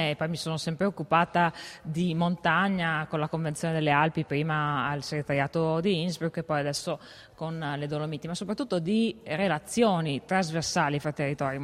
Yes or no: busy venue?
yes